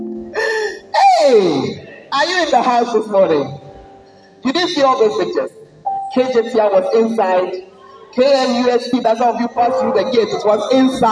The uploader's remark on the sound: Preached at the Word Alive Service